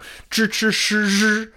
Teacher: These are all with the tongue pulled back, and they're what's called a retroflex syllable.